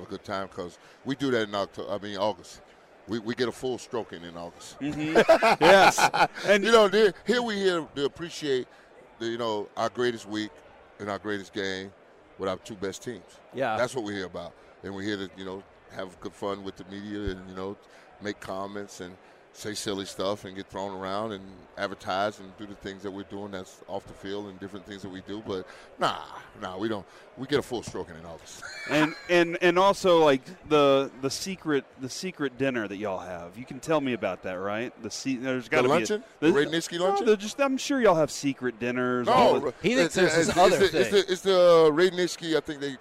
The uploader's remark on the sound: LIVE from Radio Row